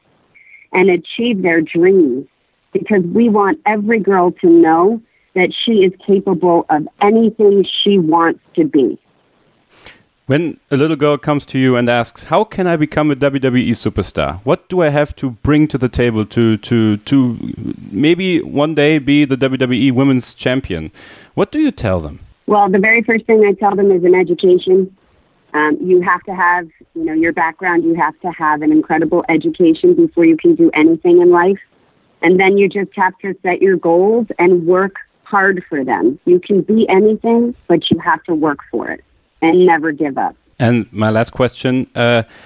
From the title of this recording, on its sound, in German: am Telefon